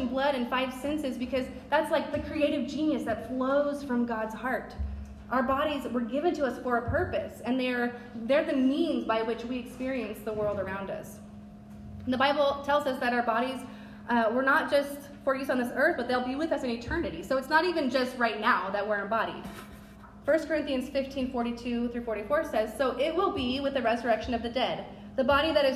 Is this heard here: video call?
no